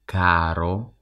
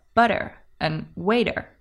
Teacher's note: the short one in caro, expensive, is actually the same sound as the American T in words like butter and waiter